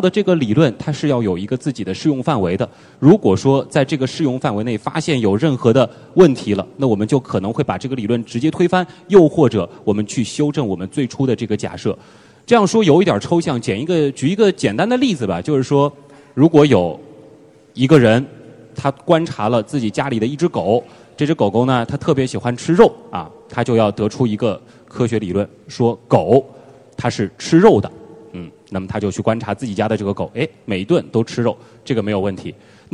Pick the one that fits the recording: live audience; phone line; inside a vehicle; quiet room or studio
live audience